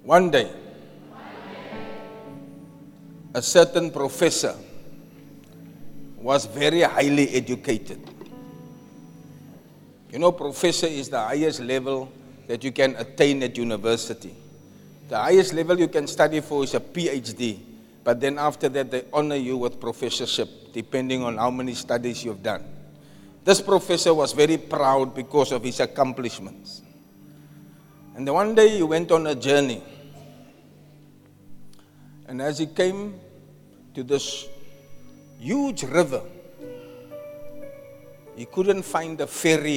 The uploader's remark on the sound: Preached at Zion Sanctuary, Cape Town on the 4th February 2024